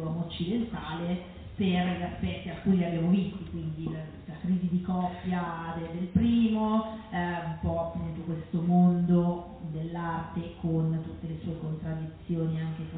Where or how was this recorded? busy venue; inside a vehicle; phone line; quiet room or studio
busy venue